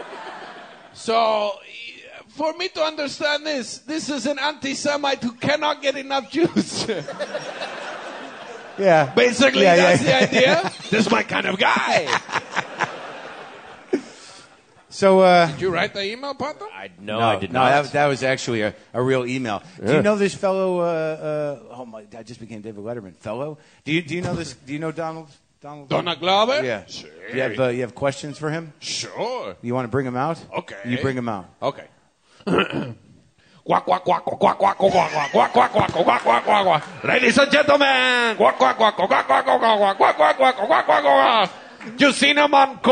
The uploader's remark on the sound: WTF hits the Pacific Northwest with a live show at Bumbershoot, the annual music and arts festival in Seattle.